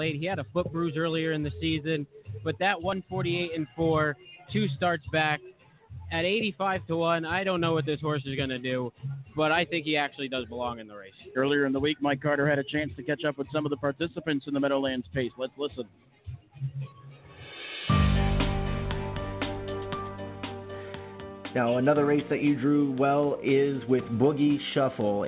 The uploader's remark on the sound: The second live remote at Meadowlands Racing and Entertainment. Post Time will be live on-site covering the 2017 Crawford Farms Meadowlands Pace. By stopping by the table on the rooftop terrace where they will be doing the show live.